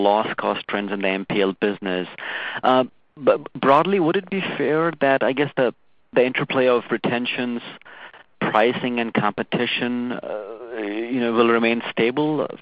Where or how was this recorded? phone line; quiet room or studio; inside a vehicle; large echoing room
phone line